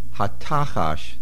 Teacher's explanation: Hatachash, the main accent on the Tuf.